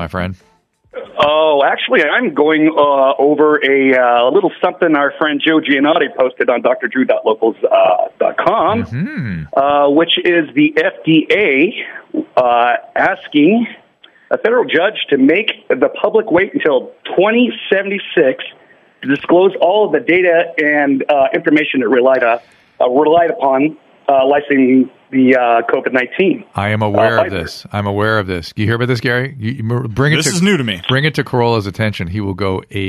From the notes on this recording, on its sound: Listener Calls. Listener phone calls.